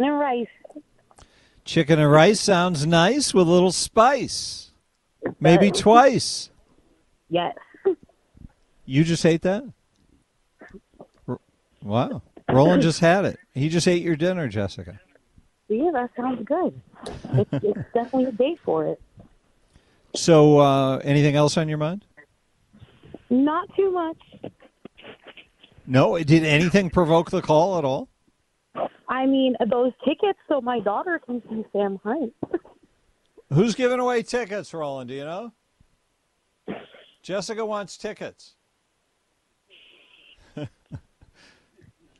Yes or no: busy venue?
no